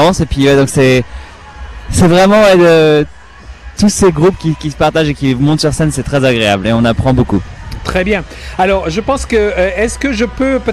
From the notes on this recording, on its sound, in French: En direct depuis le Japan Canadian Festival 2017